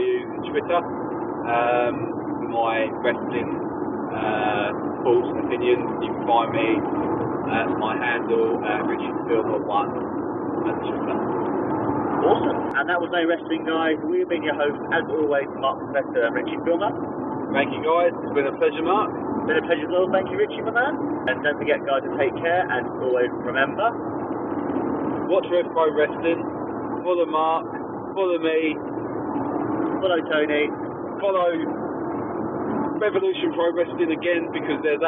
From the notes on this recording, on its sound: On our drive home.